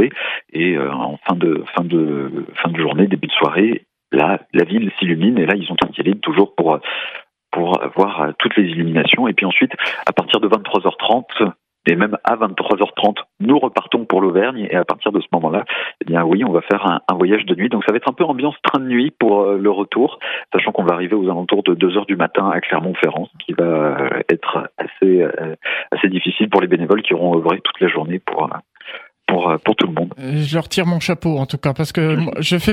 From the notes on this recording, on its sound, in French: Par téléphone.